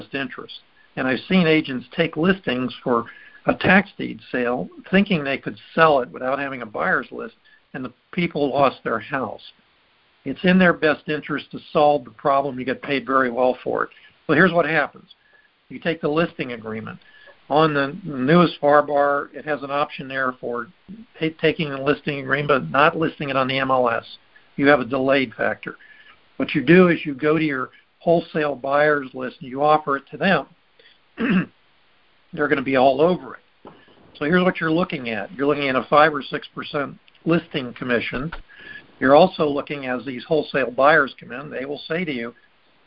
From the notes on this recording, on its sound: Recording posted: Our group call